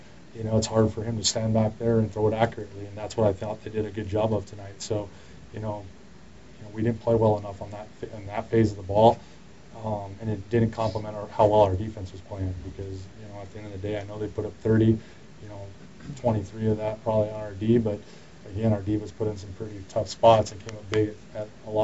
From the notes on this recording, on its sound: Here's the post game media scrum with Edmonton Eskimos head coach.